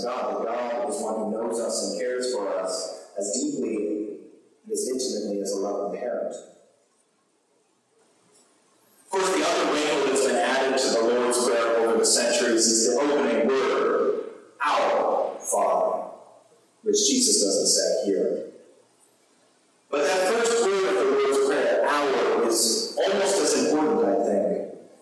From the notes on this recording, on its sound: Sermon recorded on Sunday, January 22, 2023. We had technical difficulty with our livestream, and so the sound quality is not as good as usual this week, unfortunately!